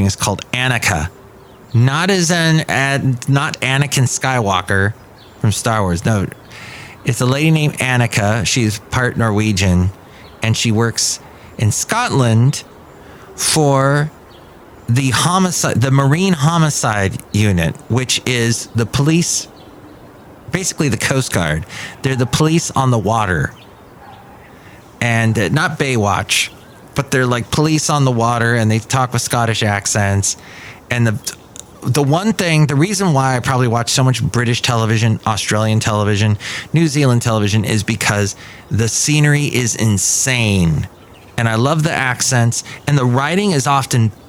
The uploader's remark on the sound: podcasts live from Café Anyway